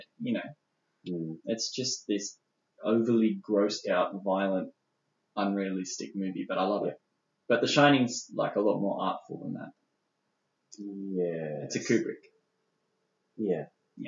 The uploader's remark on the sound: We stuffed up the recording. The recording of this episode didn't quite go to plan (aka we had technical difficulties). It's still listenable (hopefully) but we apologize for the poor audio quality.